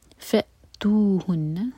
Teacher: حمزہ پر cut off sound اور نون پر غنہ